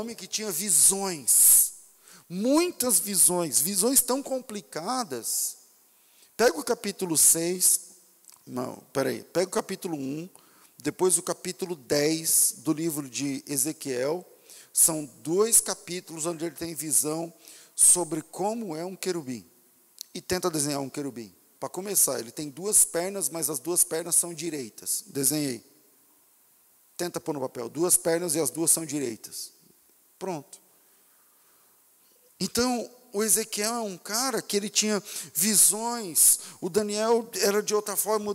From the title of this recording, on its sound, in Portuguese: Culto ao vivo